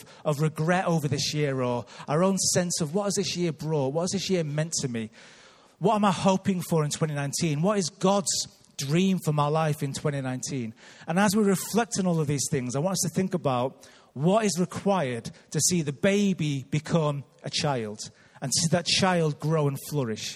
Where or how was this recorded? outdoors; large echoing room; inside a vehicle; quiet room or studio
large echoing room